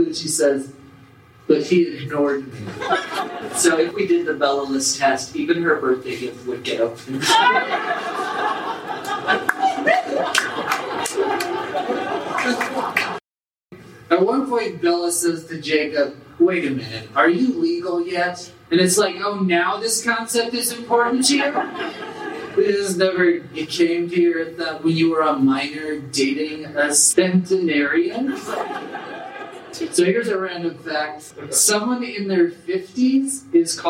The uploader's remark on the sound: Bonus audio from The (Live!) Roast of New Moon. We've included more bonus audio from the botched live-taping of THE ROAST of The Twilight Saga: New Moon.